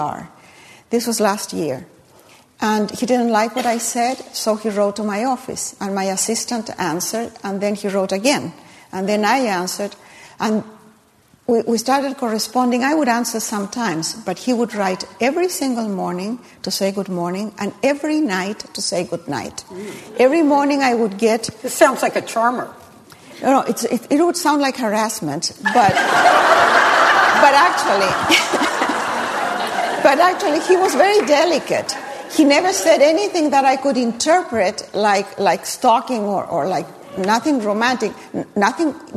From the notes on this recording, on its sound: at a live event hosted by RJ Julia